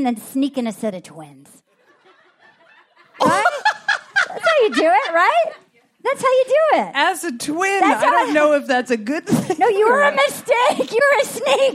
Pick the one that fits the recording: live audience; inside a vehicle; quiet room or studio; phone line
live audience